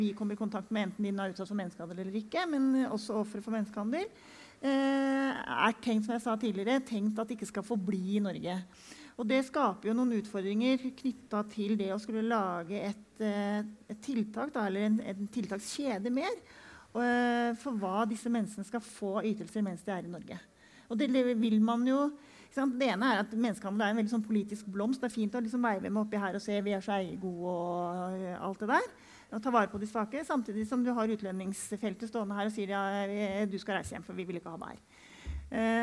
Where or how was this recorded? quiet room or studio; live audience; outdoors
live audience